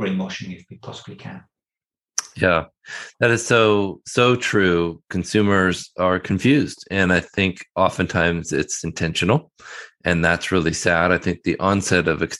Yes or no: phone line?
no